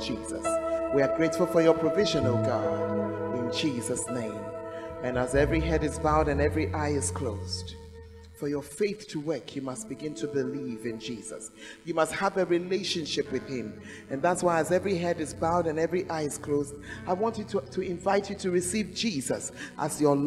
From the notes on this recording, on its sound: Preached At The Fountain Of Life Cathedral.